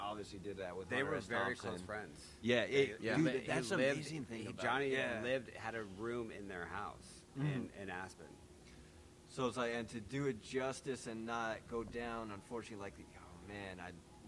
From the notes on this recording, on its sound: The crew are live at Cannabition Cannabis Museum in lovely Las Vegas Nevada.